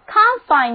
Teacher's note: 如果把重音放在第一个音节，单词读作 confine 之后，它就变成了一个名词